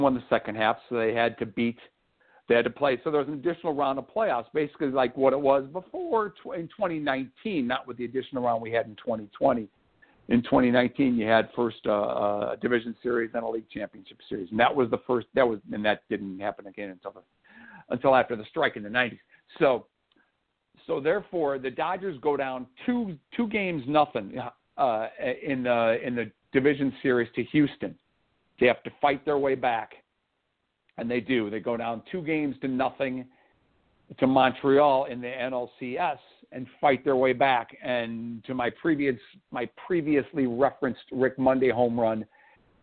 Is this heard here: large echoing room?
no